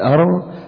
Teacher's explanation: الصفة الرابعة عشر صفة الانحراف، انحراف الصوت عند النطق بحرف اللام والراء، تقول أر، انظر إلى اللسان تجد الصوت ينحرف إلى اليمين، وكذلك في الراء الصوت ينحرف إلى اليمين وإلى اليسار.